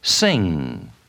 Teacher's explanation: Listen to the way the final ng is made in the word sing. Notice there is no k or g sound added.